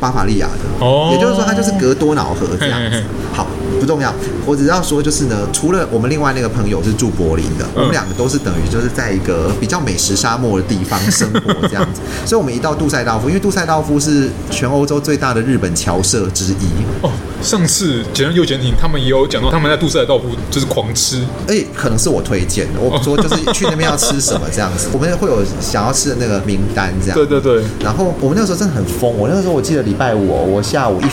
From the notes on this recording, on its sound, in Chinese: 本集白噪音指數：蚊風級 1/5。錄音地點： BUZZ Cafe & Beer。